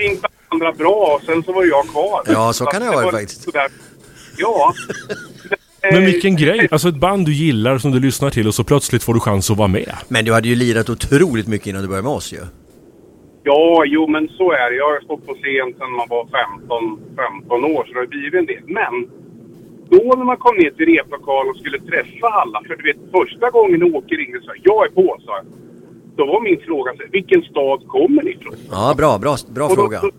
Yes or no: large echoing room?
no